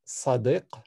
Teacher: the word for friend in Arabic has a pharyngealized S, a pharyngealized D, and then Q